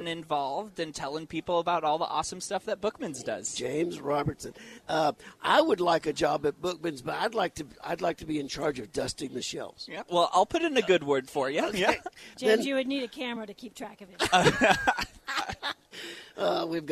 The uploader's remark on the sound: On location at Tucson Festival Of Books.